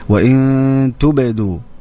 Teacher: صحيح أن تكون القلقلة أقرب إلى الفتح